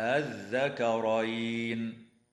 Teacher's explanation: الوجه الأول إبدالها ألفاً تمد مداً مشبعاً بمقدار 6 حركات، هكذا الذكرين. الوجه الثاني تسهيل همزة الوصل من غير مد